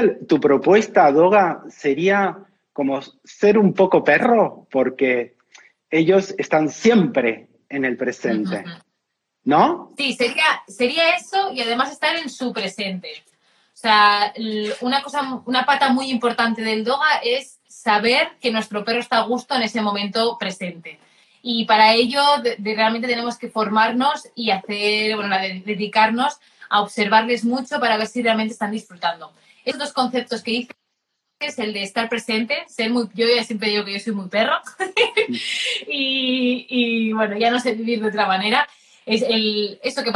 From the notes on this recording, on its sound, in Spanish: directo de Instagram